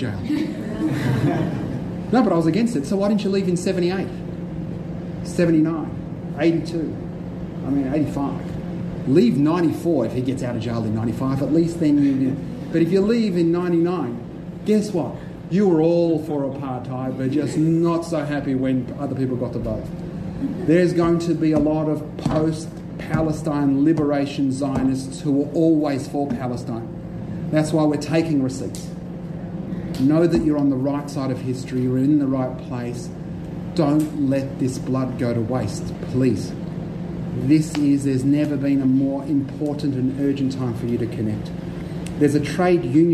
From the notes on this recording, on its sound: delivered at a Melbourne University NTEU forum